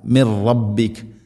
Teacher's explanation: ലൽ ഹഖു മിർ റബ്ബിക്, മിൻ റബ്ബിക് അല്ല, മിർ റബ്ബിക്. സാക്കിന നൂന് ശേഷം റാ വരുമ്പോൾ നൂനിനെ റായിലേക്ക് ഇദ്ഗാം ചെയ്യണം, മണിക്കാതെ കൂട്ടിലയിപ്പിക്കണം. മിർ റബ്ബിക് നിർത്തുമ്പോൾ മിർ റബ്ബിക് അക്, ആ ശബ്ദം ശ്രദ്ധിക്കുക.